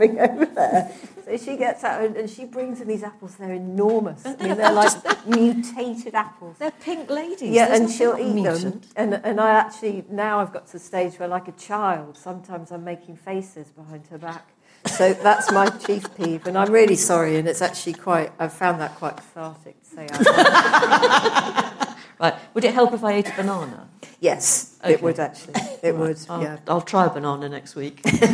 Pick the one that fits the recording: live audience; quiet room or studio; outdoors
live audience